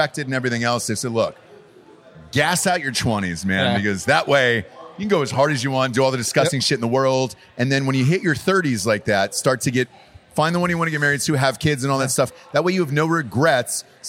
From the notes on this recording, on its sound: Live From North Carolina! Live from Wilmington, NC to celebrate the launch of Hard AF Seltzer on the East Coast of North Carolina as they’re joined by some of their favorite listeners.